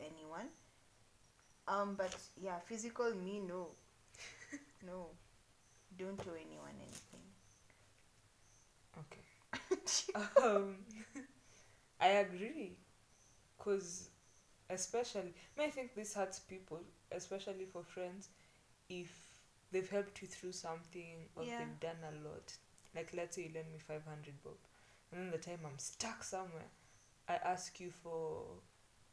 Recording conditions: background noise